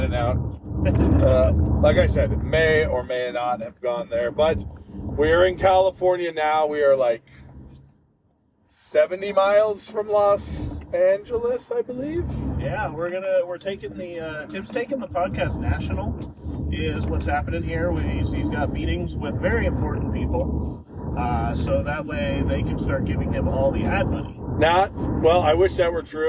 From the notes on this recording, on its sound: As they hit the road for CarCast 3! The guys find themselves in Lebec, California on their way to Los Angeles for Wrestlemania weekend.